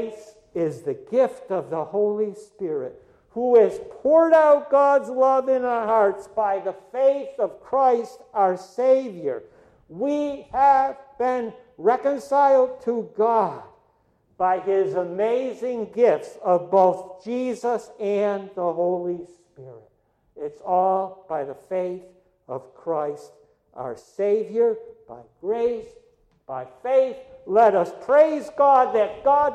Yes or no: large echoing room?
yes